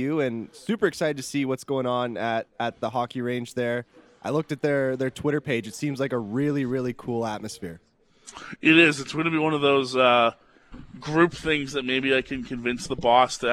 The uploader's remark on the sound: live for the grand opening of the Score Hockey Range in Calgary!